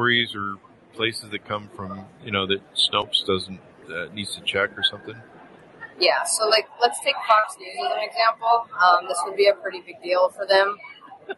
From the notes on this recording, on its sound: Interview At Collision Conference 2022